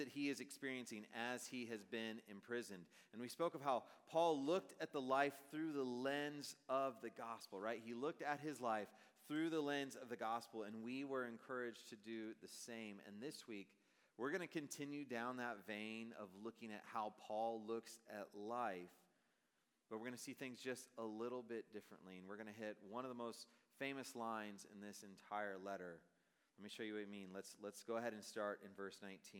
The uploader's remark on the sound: Message preached on September, 2023 at a Thursday Night Gathering of Coram Deo College Ministry.